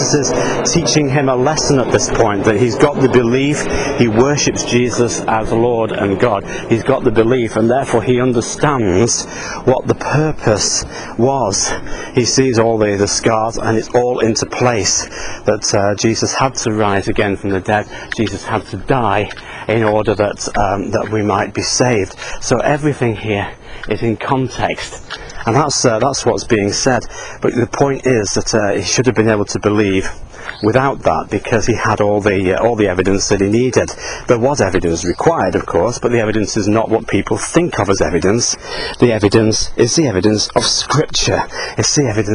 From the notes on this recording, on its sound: while out walking his dog